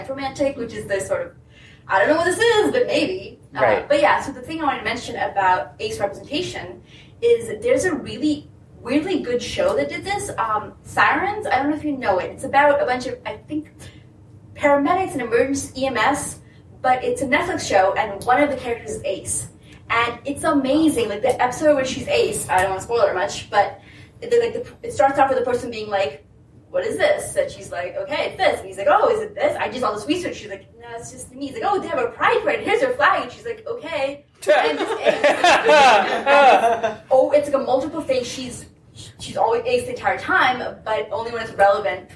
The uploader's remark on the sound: It's time for another panel from Balticon 50! This was the Queering the Feed panel.